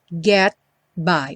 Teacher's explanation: O T aí do get, típico de consoante oclusiva. Não tem som, não fala get.